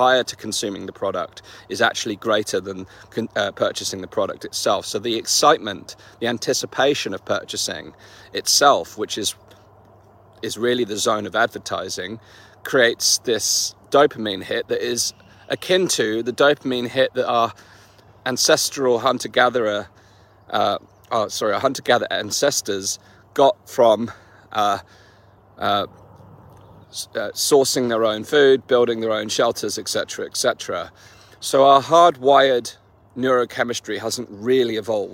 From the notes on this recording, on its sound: In this walk & talk